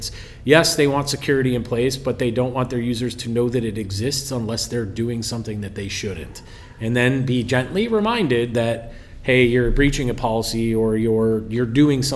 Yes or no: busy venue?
yes